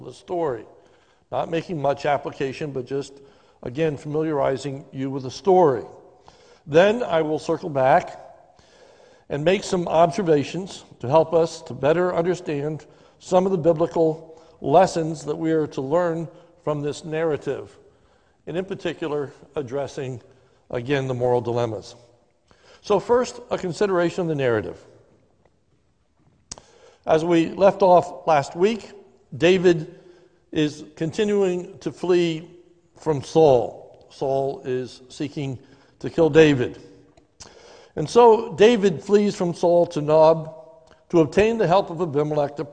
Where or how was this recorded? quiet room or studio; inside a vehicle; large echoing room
large echoing room